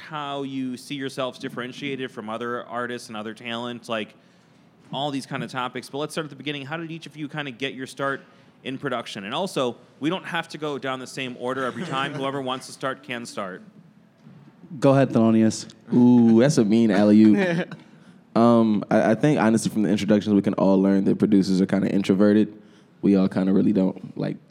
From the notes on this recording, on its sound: In a live panel recorded at Chicago Athletic Association Hotel, a collection of the city's leading production talents come together to share insights into their craft.